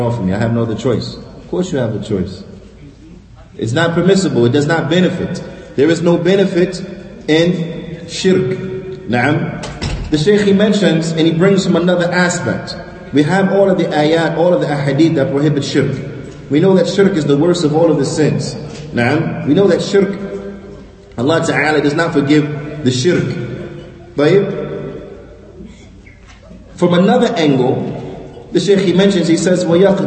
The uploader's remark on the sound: Lecture given at Masjid Nur Allah, Queens, NY